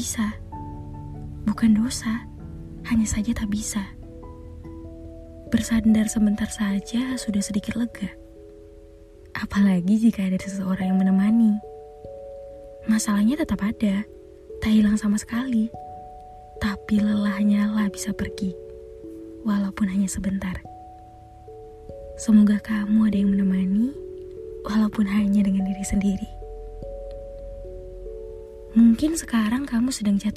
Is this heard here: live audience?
no